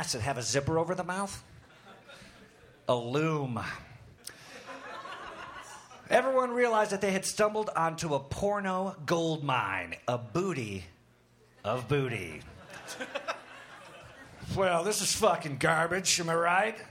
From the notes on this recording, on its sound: Recorded August 21, 2014 at the high plains comedy fest in Denver.